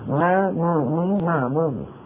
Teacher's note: تكون الغنة أنقص ما تكون، يعني أقصر ما تكون في النون والميم المتحركتين